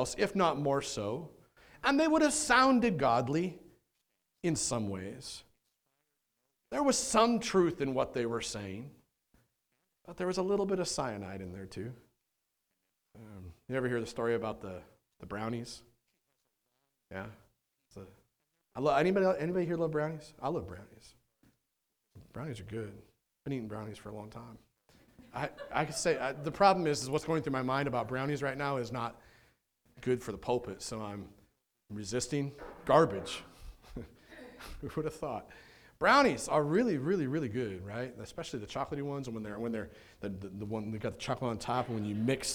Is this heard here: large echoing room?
yes